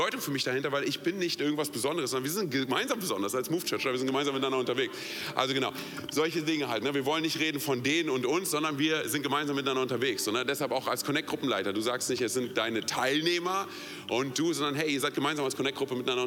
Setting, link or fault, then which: setting, large echoing room